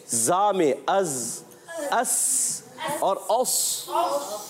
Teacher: صاد موٹا رہے گا، سین باریک رہے گا، زا بھی باریک · Term: حروف صفیریا